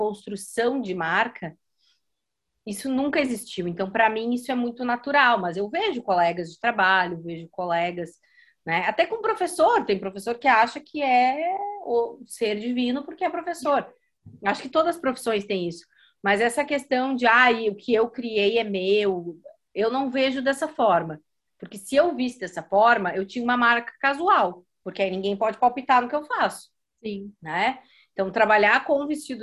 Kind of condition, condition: link, video call